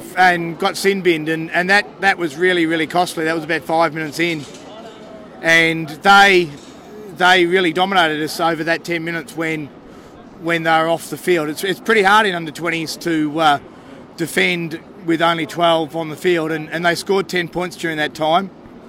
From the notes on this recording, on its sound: The Greenhouse Live - 2019 Jersey Flegg Grand Final - Canberra Raiders V South Sydney Rabbitohs. The Canberra Raiders appeared in the 2019 Jersey Flegg Grand Final at Western Sydney Stadium... The Greenhouse Live was there on location right after the clash with the South Sydney Rabbitohs.